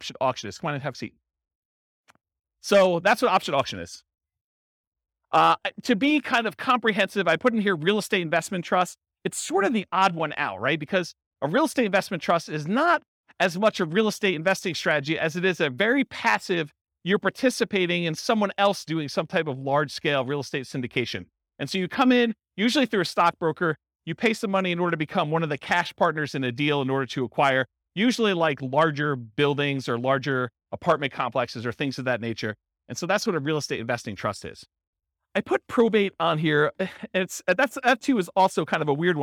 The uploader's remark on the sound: This was a live class recorded